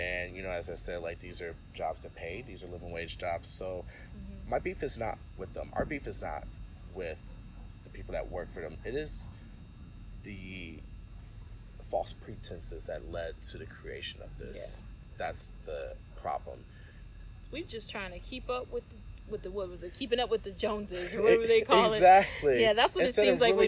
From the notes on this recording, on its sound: gather around the bonfire and enjoy the nighttime sounds, that only a Detroit neighborhood can provide